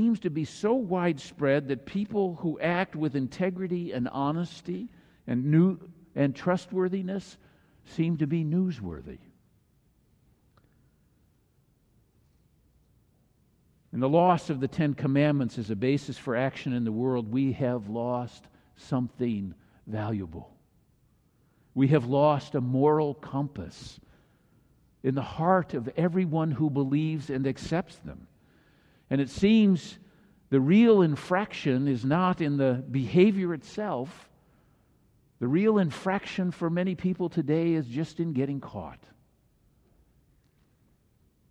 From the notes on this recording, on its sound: Messsage delivered during the Traditional Worship service.